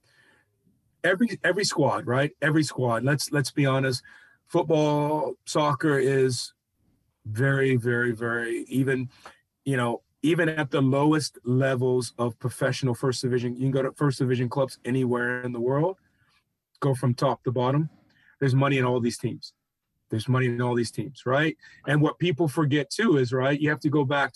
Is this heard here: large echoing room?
no